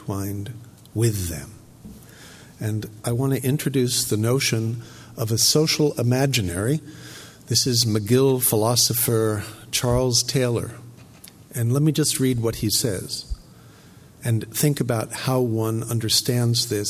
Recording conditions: large echoing room